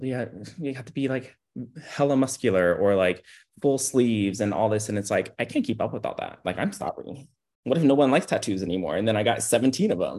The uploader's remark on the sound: This podcast was recorded via Zoom.